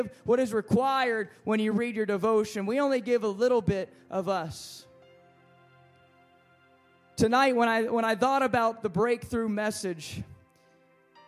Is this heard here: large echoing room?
yes